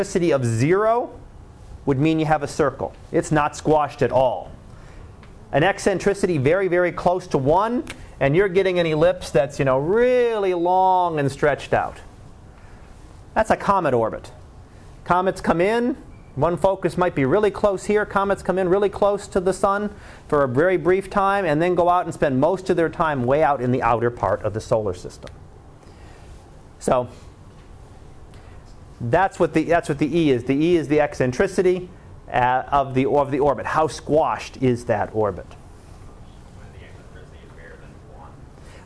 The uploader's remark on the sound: Live Class Lecture